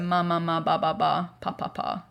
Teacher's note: Bilabial consonants. So it's a M, a P, or a B with the open A.